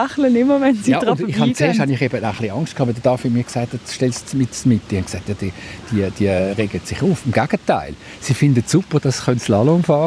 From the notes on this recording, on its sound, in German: Hörorte, Kloster Wettingen. Auf einen Klangrundgang. Deshalb zog unsere Ausbildungsredaktion los und sendete in dieser Woche live vom Ufer der Limmat.